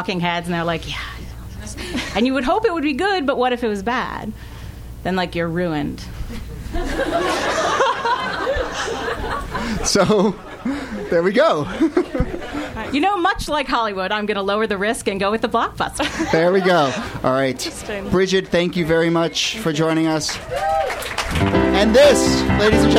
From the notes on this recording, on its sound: This excerpt is from our August show at Politics and Prose in Washington DC. Some audience members.